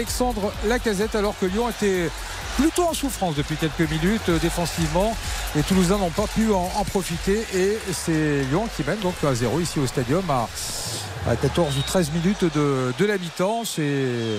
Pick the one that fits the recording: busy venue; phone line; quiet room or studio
busy venue